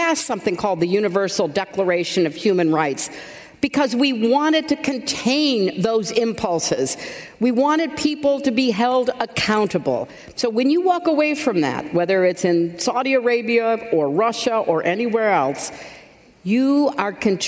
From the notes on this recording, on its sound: at the Women in the World 10th anniversary summit